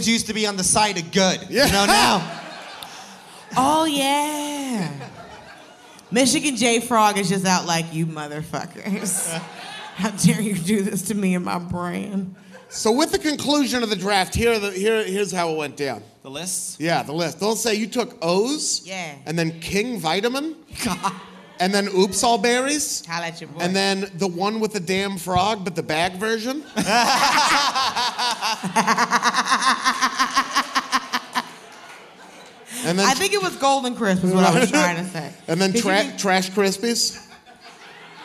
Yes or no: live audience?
yes